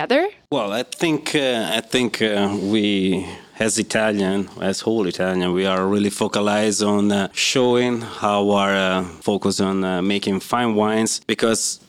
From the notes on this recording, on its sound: LIVE at Prime Wine & Spirits in Atlanta. Six microphones set up for this live recording in Atlanta, GA. It is also our first roundtable discussion format for the show. LIVE at Prime Wine & Spirits of Georgia.